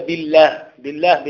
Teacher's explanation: ويقولون بالله بالله بترقيق اللام